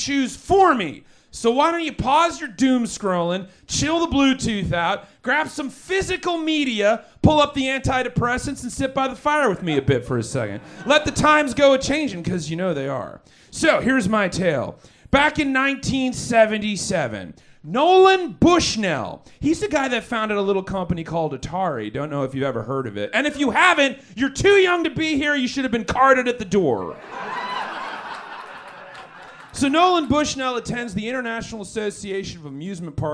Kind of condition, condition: setting, busy venue